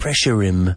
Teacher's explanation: really with the H, it's practically silent